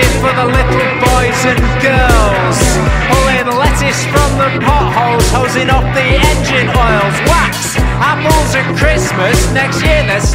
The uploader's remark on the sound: recorded at this year's Reading Festival